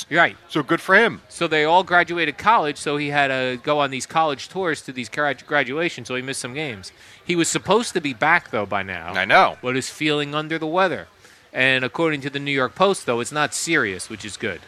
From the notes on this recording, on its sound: Kicking off summer live from D'Jais in Belmar.